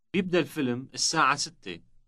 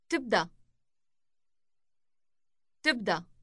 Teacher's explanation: The Y sound in the middle changes to a T sound.